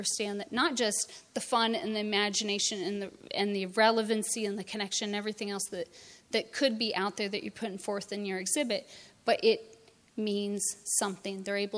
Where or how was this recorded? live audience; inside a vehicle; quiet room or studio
live audience